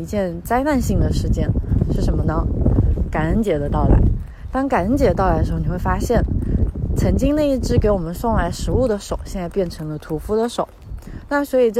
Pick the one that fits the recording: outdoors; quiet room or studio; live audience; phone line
outdoors